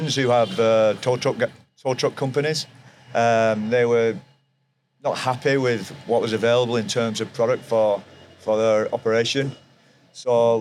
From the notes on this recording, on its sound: LIVE FROM NATDA.